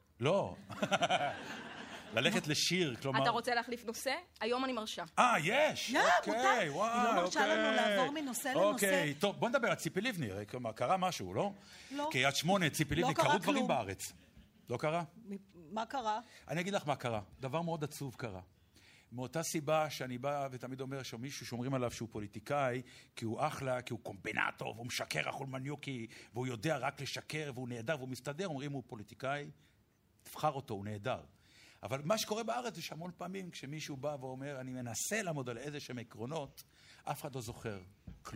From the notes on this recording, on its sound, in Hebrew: הרפתקה מחוץ לאולפן באולם הקאמרי 4 רגע לפני ליל הסדר 2012. התכנית הוקלטה מול קהל של כ-200 ממאזיני "ציפורי לילה עושות עניין".